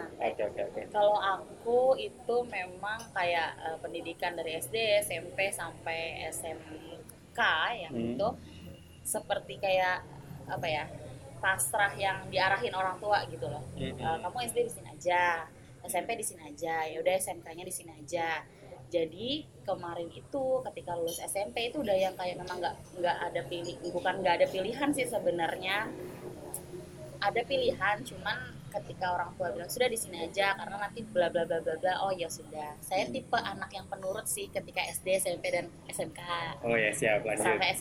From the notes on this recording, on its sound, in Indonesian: Mohon maaf untuk materi podcast yang lebih bising dari biasanya, karena proses rekaman yang dilakukan di luar ruangan.